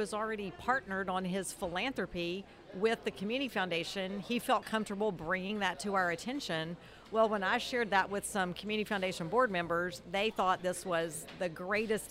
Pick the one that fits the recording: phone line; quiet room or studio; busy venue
busy venue